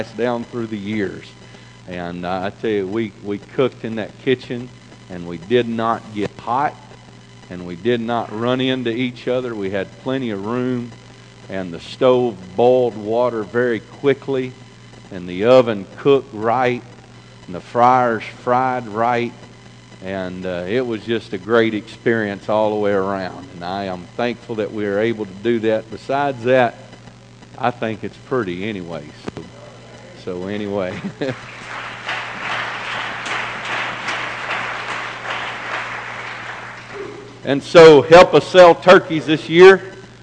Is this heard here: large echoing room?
yes